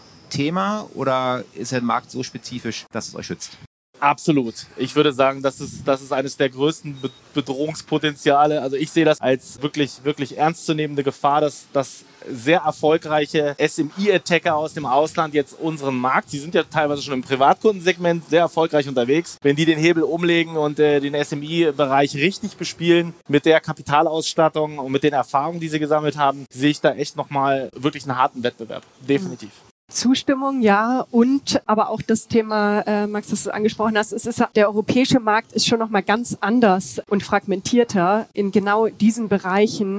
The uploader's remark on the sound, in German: Eine Aufzeichnung des gleichnamigen Panels von der Banking Exchange 2022 in Frankfurt am Main